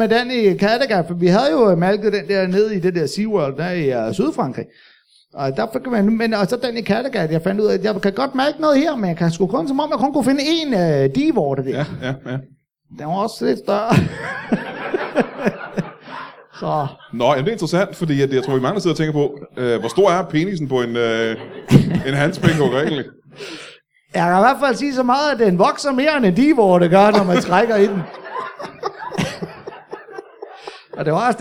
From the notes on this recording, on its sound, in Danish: LIVE fra Studenterhuset i Odense.